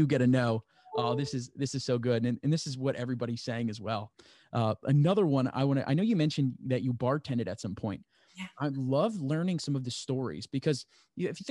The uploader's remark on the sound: Due to Zoom issues and time constraints, this is a very short episode!